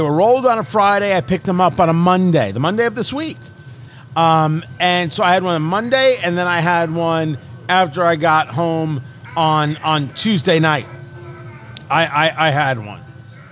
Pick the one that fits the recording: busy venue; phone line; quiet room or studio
busy venue